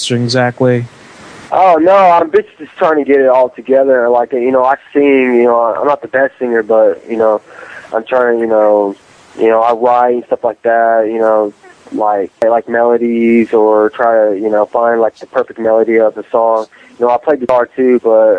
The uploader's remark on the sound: Prank Phone Calls Collection.